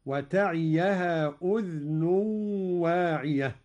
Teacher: قرأ قالون بإسكان الذال على التخفيف، هكذا وتعيها أذن واعية.